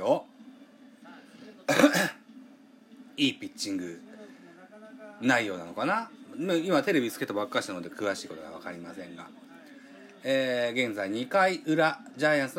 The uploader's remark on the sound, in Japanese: 東京ドーム。IPad収録版。